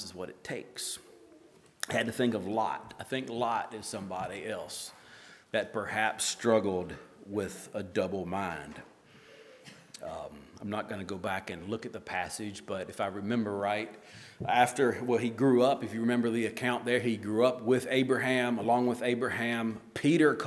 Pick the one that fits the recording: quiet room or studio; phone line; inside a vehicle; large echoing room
large echoing room